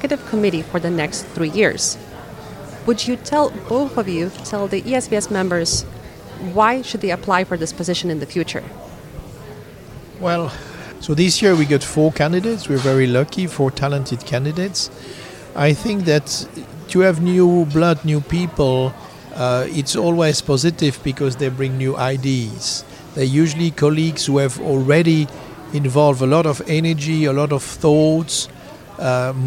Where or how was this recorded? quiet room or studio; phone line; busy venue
busy venue